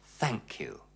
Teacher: Wie Sie sehen, ist die Zungenspitze leicht zwischen die Schneidezähne geklemmt. Legen Sie die Zunge einfach zwischen die vorderen Zähne, so wie bei einem gelispelten S. · Term: TH-Laut